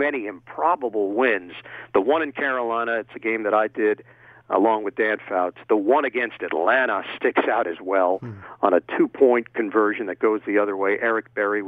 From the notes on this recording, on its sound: over the phone